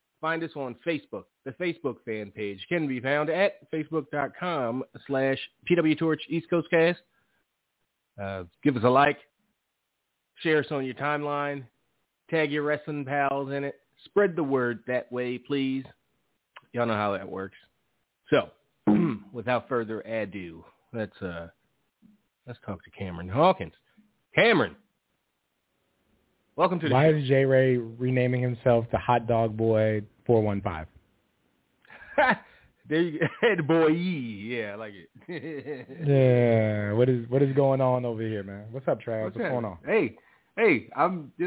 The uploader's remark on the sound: Live calls. Leave a voicemail to be played on-air.